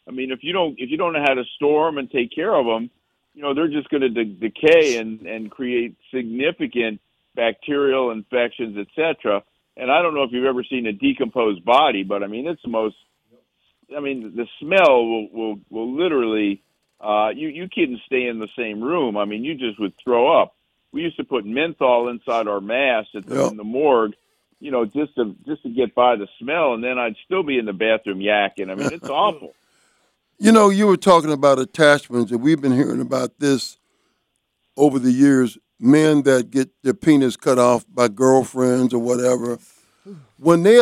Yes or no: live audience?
no